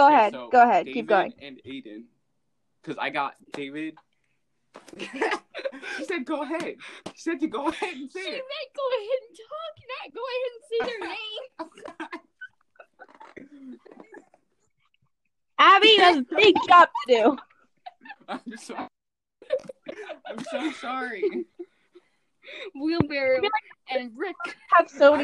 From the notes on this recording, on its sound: There was a LOT of editing to do. Anyway I hope you enjoy the episode despite the horrible audio and random cuts.